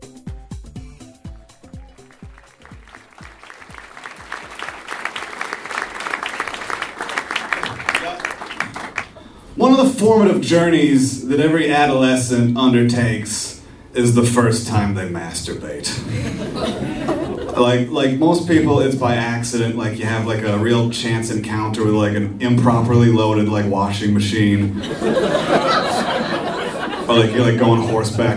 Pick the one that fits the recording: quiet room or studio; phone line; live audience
live audience